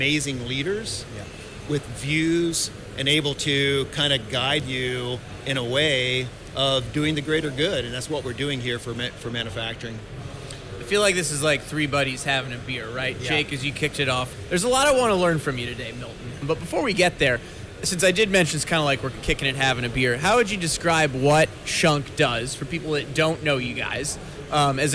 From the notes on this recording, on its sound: Highlights from Automate LIVE in Detroit, MI. We share the best of three interviews conducted at Automate LIVE in Detroit, MI.